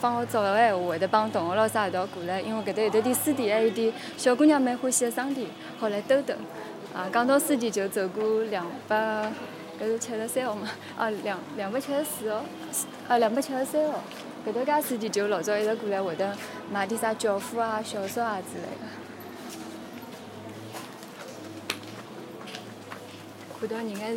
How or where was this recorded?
outdoors